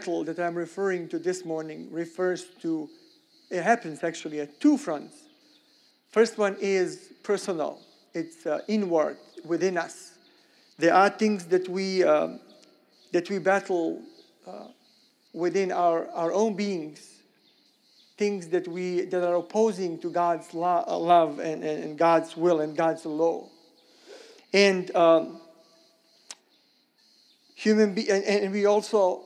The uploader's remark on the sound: Sermon recorded at Middle East University church.